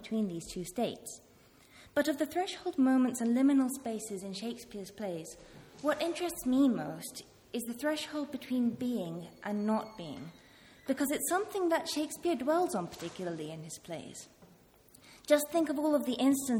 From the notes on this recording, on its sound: This talk was part of a one-day conference 'Shakespearean Thresholds' organised by KiSSiT (Kingston Shakespeare Seminar in Theory) held at the Rose Theatre, Kingston on April 2, 2016.